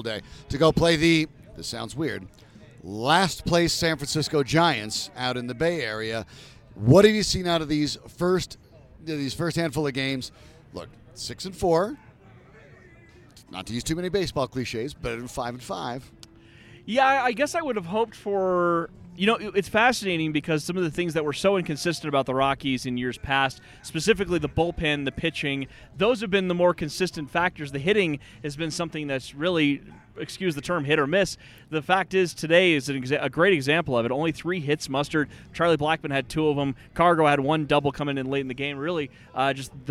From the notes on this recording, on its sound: recorded live on the rooftop at Tap Fourteen downtown in LoDo